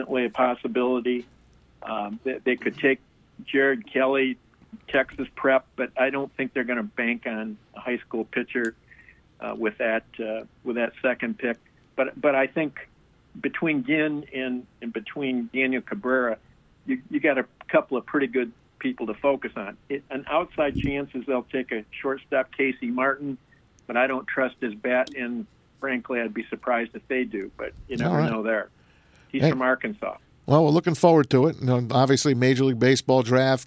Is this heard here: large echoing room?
no